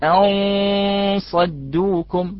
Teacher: تفخم الغنة أكثر من حرف الصاد، يعني غنة مطبقة